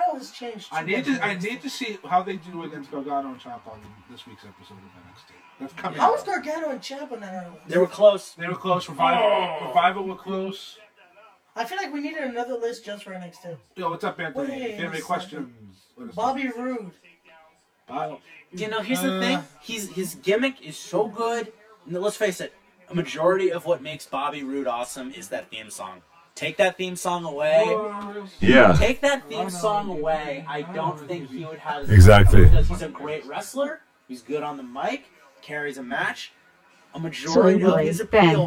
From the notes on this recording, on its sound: Live General Admission Wrestling Podcast straight from Ben's Silly Willy Lounge in Queens